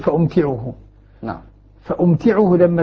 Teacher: لما نخفف التاء المشددة تقتضي منا إسكان الميم